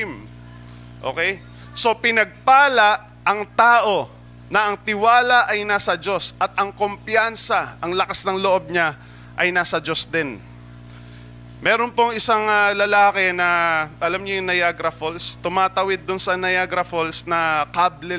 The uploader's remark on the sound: Recorded live at The Shepherd Of Faith Family Church on October 16, 2022.